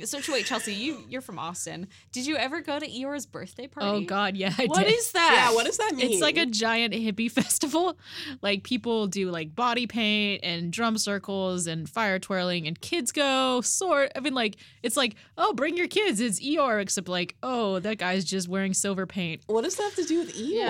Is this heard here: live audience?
no